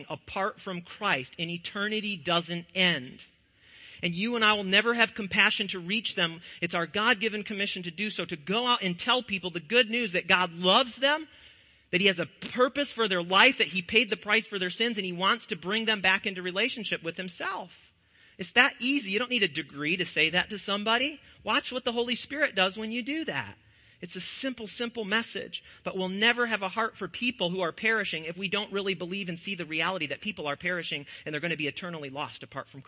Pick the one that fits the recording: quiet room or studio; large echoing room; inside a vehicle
large echoing room